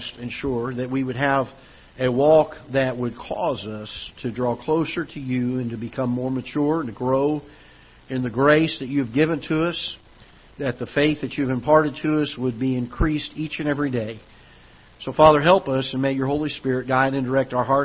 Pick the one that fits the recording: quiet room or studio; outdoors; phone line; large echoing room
large echoing room